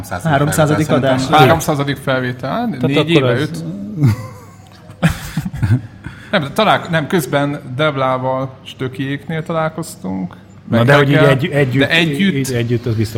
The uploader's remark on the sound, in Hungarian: Felvételét élõ közönség elõtt rögzítettük, elképesztõen jó hangulatú party volt. A Konnektor 500 helyszíne a FLOW kávézó volt.